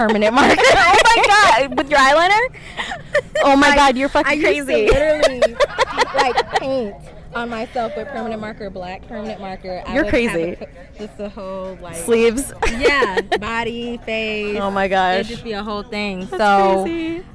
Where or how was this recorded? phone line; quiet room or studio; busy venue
busy venue